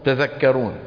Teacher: تذكرون بتاء واحدة اكتفاء بإحدى التاءين